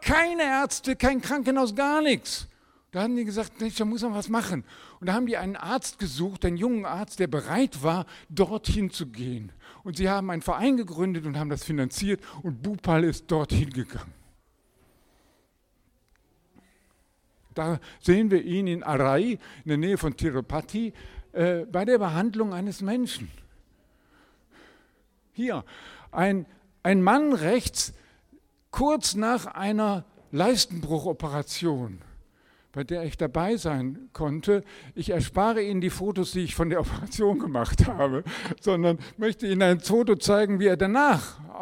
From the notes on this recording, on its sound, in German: Predigt im Rahmen des GreifBar+ Gottesdienstes